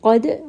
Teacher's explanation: Dal has qalqala, so give it a little bit of that bounce.